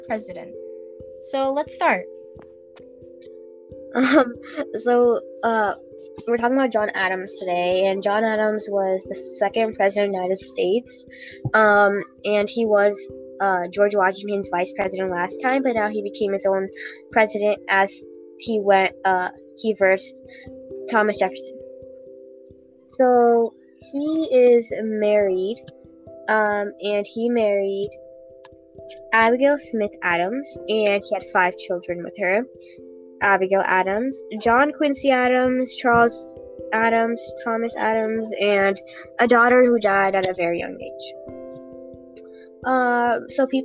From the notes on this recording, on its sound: WARNING HEADPHONE USERS!